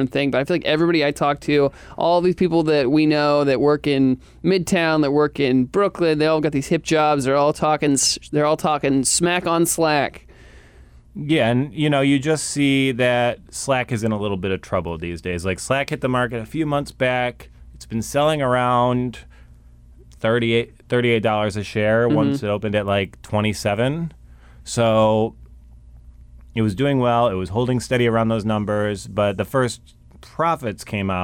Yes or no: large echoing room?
no